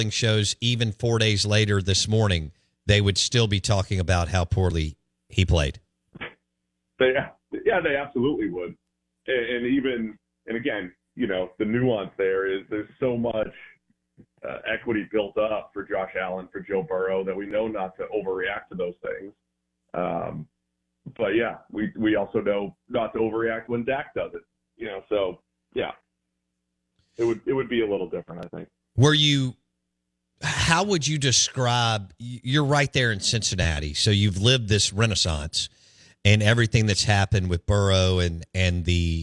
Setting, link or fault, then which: link, phone line